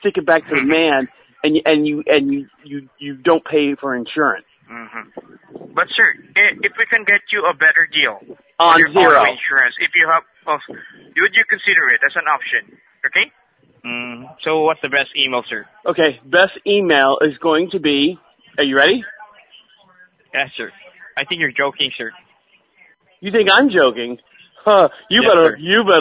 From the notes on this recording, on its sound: Where we take back the conversation from unsolicited phone calls. Every call is 100% real. All comments, names, and information given to the callers are made up in real time as the call is recorded.